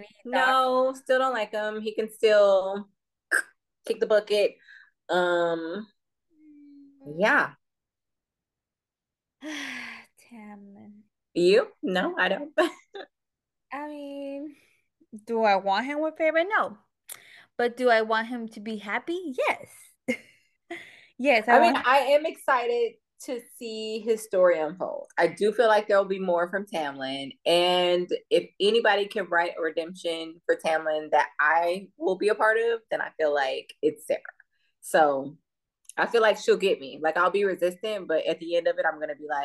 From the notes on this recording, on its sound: Due to technical difficulties the first half of this episode did not record.